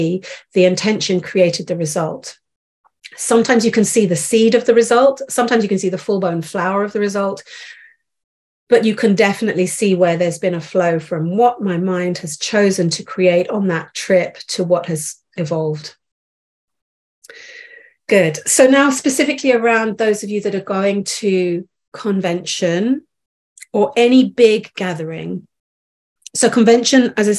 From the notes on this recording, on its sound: This episode is from a live Call